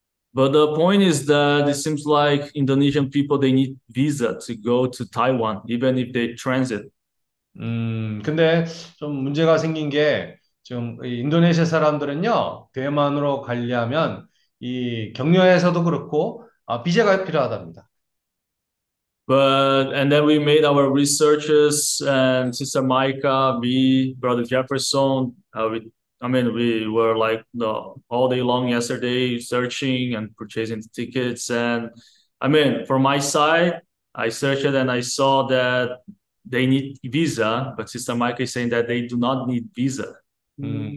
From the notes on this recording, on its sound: zoom meeting Wednesday